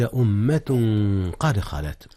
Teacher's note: أخفي التنوين في أمة قبل القاف، والقاف من أحرف الإخفاء